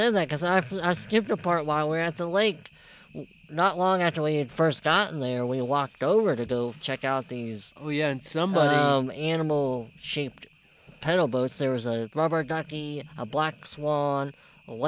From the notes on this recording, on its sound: We’re live from the woods! The hosts thought it would be fun to record a little show on-the-go. Record a show while on a camping trip. Went on a short camping trip in the Hawking Hills area of Ohio.